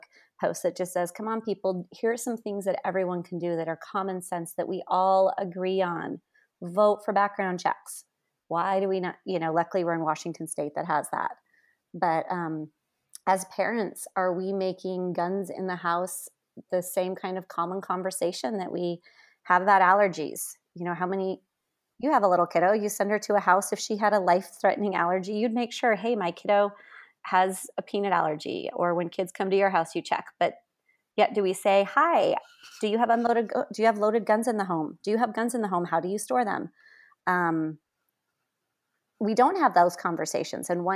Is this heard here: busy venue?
no